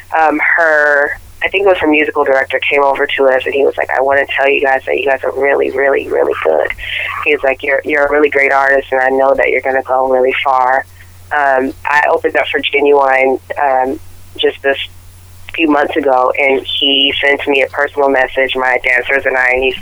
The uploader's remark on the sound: Phone Interview